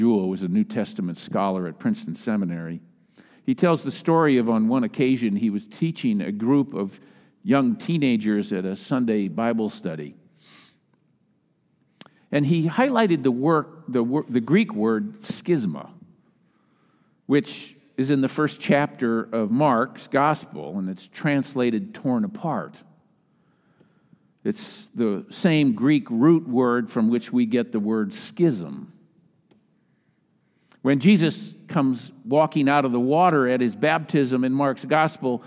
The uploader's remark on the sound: Message delivered during the Traditional Worship Service.